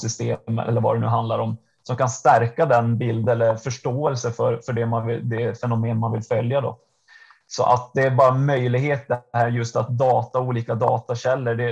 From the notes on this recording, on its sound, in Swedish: Vi ber också om lite överseende med ljudkvaliteten i detta avsnitt